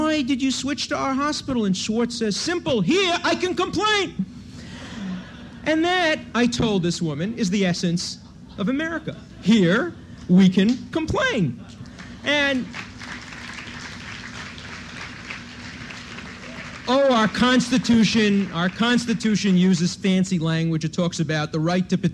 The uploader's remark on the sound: recorded at the 1991 Academy of Achievement Summit in New York